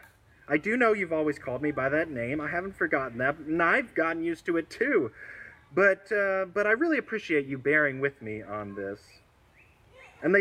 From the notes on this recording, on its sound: This sermon was recorded at an outdoor worship service, and so you will hear background noise to that effect